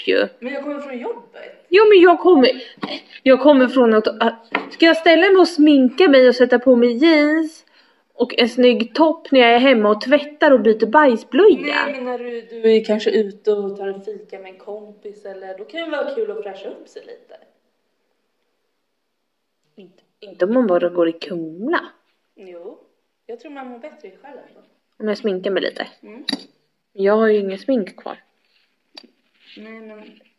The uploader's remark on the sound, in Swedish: Trodde detta avsnitt skulle bli grymt men något hände med ljudet.